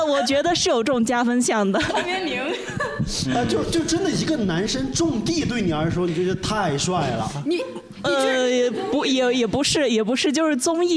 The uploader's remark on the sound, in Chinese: 本期是第一次带现场观众录制，不知哪位主播紧张得搓手手导致断断续续会有点底噪，努力后期调整后是现在的效果。录制现场直接陷入大混乱。